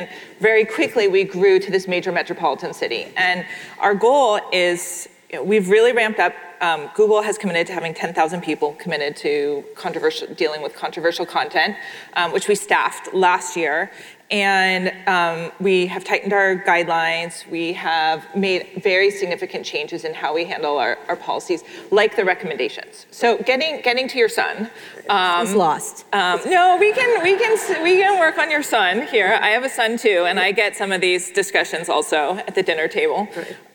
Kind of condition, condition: setting, live audience